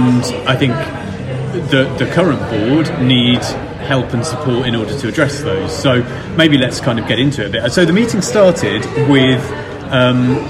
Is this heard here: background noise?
yes